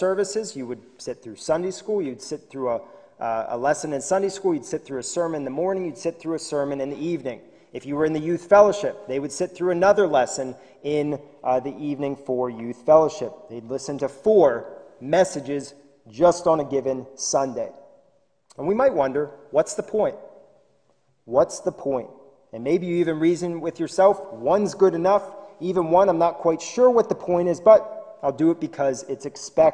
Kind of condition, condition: setting, large echoing room